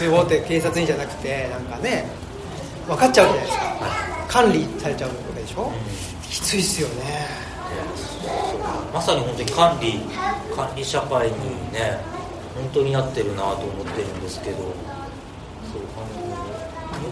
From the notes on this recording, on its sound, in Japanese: 生駒市某所自治会館で行なわれた。オムラヂ汗まみれ 公開収録に。